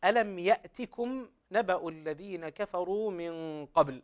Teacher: فالهمزة هنا لا بد من إسكانها وإظهار إسكانها بلا قلقلة